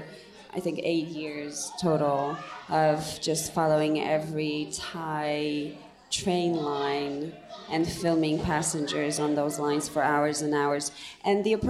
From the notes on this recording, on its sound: Live From True False 2017. The True/False Film Fest in Columbia, Missouri. Film Comment traveled to Columbia for a long weekend of documentary and essay film—and hosted a festival recap at the festival’s traditional closing-night spot, a waffle bar that doubles as a music venue. This special live edition of the Film Comment podcast.